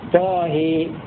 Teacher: فليس عنده إمالة كبرى إلا في الهاء من طه